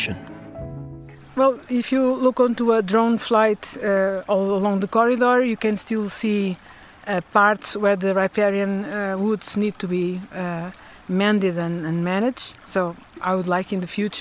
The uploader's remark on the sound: Walking along the banks of the river, we meet a range of freshwater scientists, activists, farmers and policy experts. Sorraia catchment.